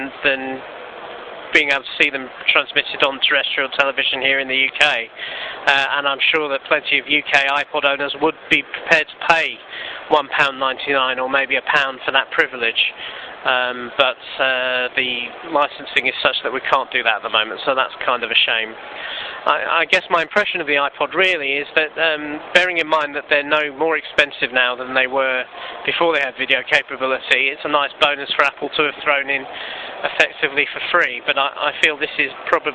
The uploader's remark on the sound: recorded from the showroom floor at MacExpo in London